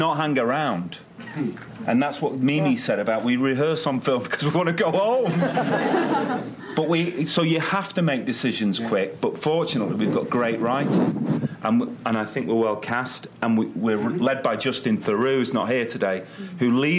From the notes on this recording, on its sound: Recorded June 7, 2015 at ATX